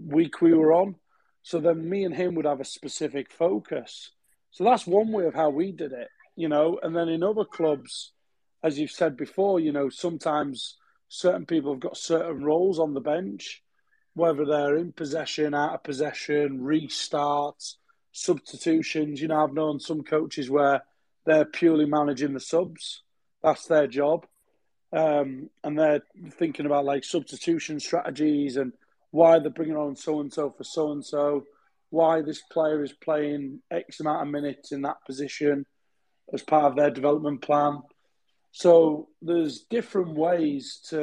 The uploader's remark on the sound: These discussions take place live as part of a Twitter space